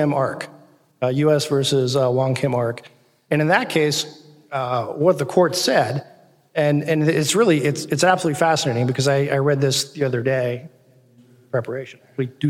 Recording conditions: live audience